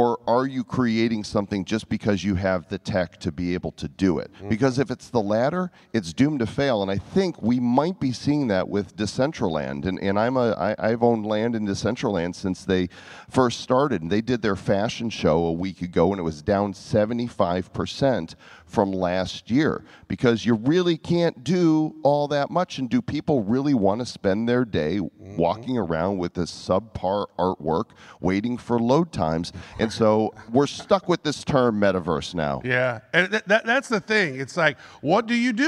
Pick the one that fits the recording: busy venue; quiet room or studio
busy venue